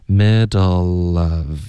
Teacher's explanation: 你说 middle 然后后面带一个元音的时候呢，这个前面的辅音一定要连到后面的元音 · Term: 连读